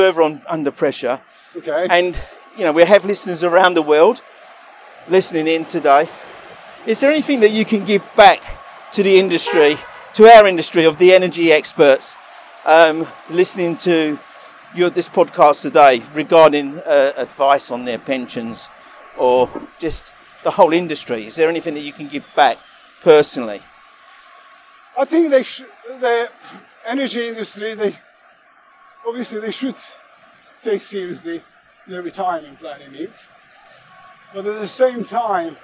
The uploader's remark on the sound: Walk and Talk